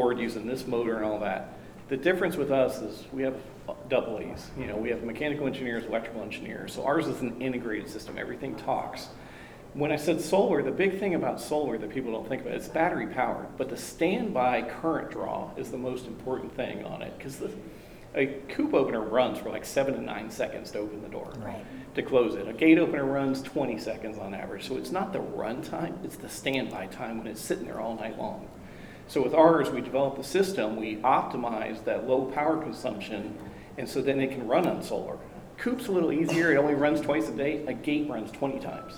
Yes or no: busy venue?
yes